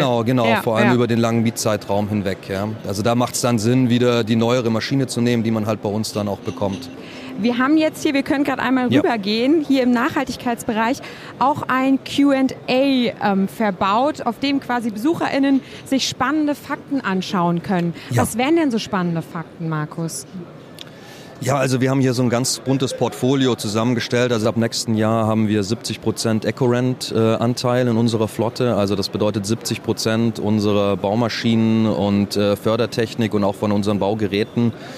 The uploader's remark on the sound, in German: LIVE-Rundgang: Zeppelin Rental auf der bauma 2022